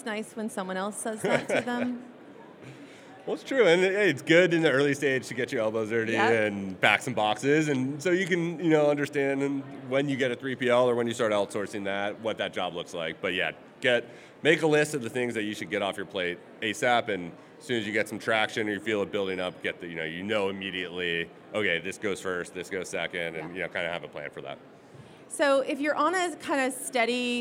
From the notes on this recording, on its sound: Recorded LIVE at SubSummit.